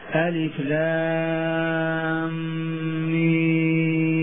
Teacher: بإدغام الميم في الميم مع الغنة